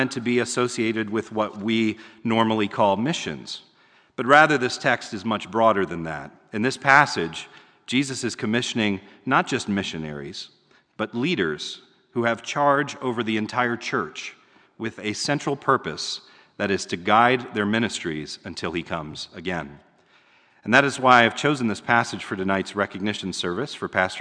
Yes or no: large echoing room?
yes